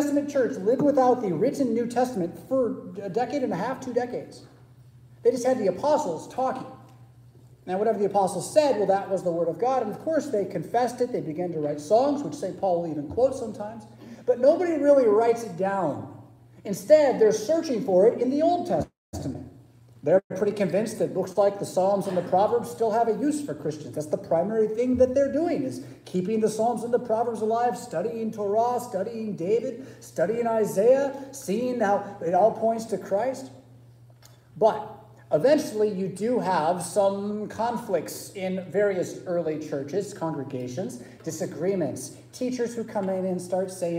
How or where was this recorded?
large echoing room